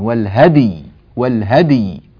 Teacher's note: والهدي معكوفا، لو وقفنا عليها مثلا، والهدي والهدي، نعطي الدال قلقلتها ونبين الياء جيدا